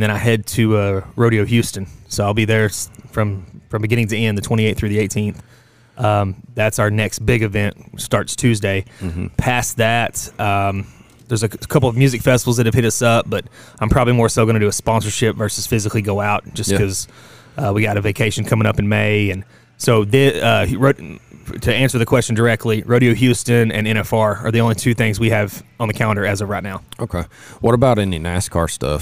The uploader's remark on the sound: Live from the Lane Frost Brand booth in Guthrie, Oklahoma at the Bullnanza Xtreme Bulls Event